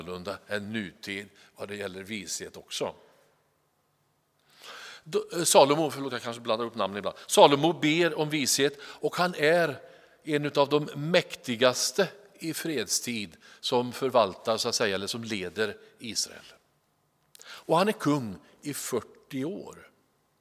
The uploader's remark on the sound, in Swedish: Inspelning från Immanuelskyrkan Skövde.